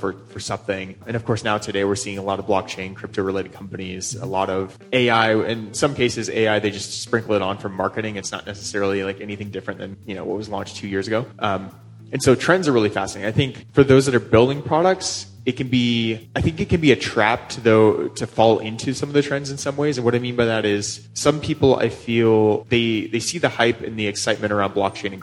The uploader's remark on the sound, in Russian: Интервью прошло на сцене ProductSense, 8 ноября 2018 года, в Минске.